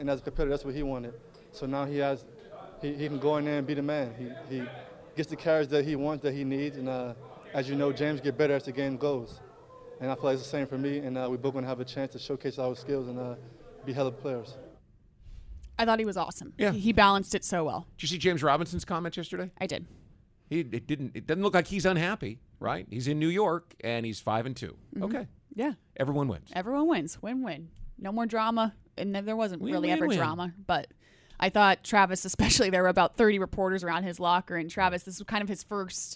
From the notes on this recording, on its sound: LIVE from TIAA Bank Field for Jags Drive Time